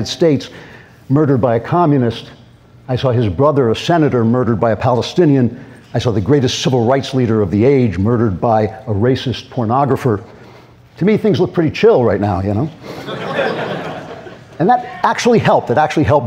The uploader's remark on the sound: LIVE at YAF National Conservative Students Conference. Speaks live in front of a student audience at Young America's Foundation's 44th Annual National Conservative Students Conference held in Washington DC.